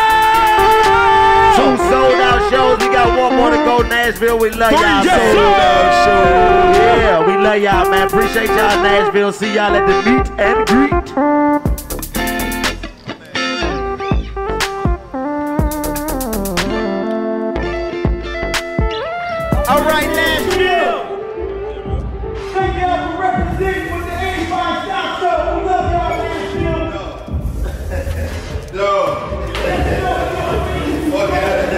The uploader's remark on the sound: Live From The Nashville Comedy Festival.